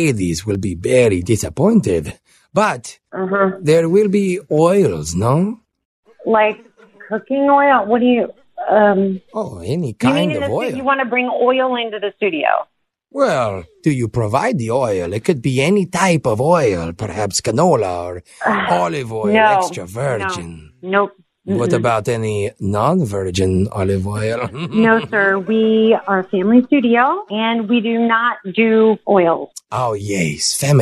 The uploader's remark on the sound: Phone Tap